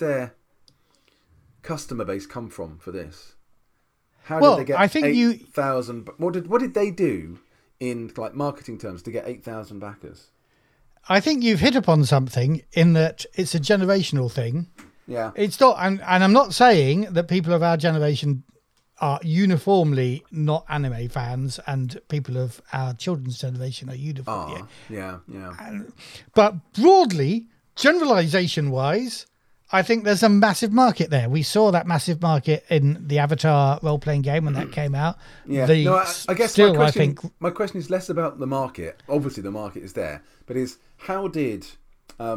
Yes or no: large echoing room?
no